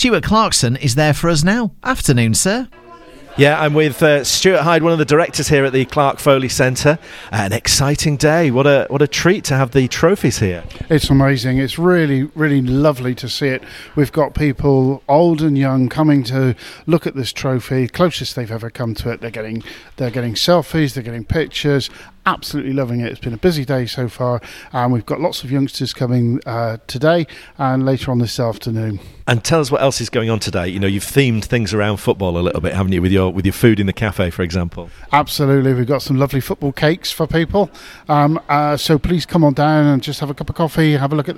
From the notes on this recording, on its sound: Extracts from our live reports at the Clarke Foley Centre as the Premier League and Women's Super League trophies visit Ilkley.